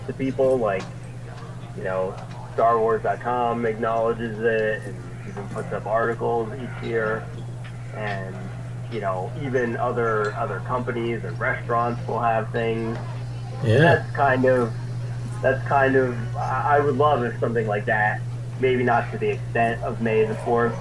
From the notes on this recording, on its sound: I had some audio problems in the recording, so please bear with me, I tried my best to get the best out of the recording.